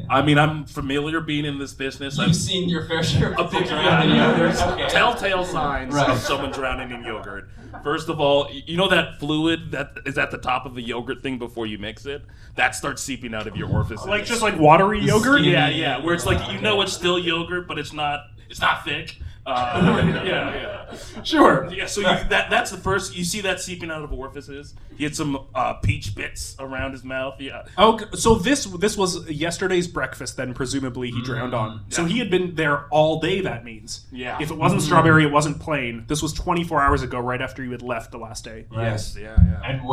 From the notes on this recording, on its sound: Recorded live at Toronto Comicon.